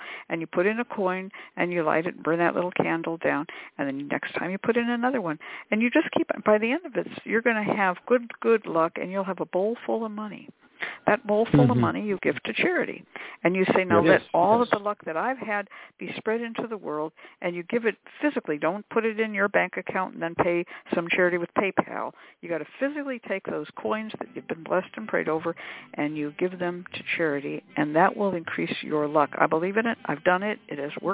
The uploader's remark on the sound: The Lucky Mojo Hoodoo Rootwork Hour is a real, live call-in show where the general public gets a chance to ask about actual problems.